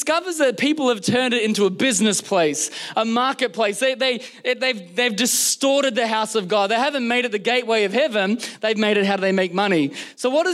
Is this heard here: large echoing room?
yes